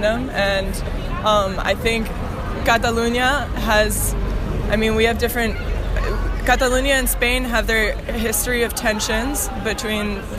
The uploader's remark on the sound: They both live in Barcelona and they debate their contrasting opinions during a protest at the GPO, Dublin.